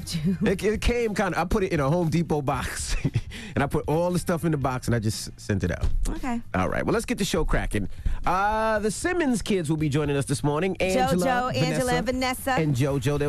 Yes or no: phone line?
yes